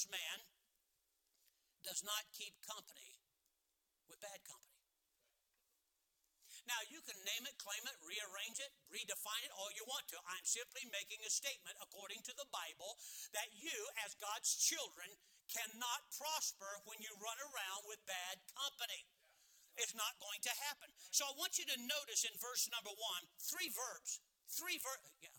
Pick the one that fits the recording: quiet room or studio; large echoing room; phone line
large echoing room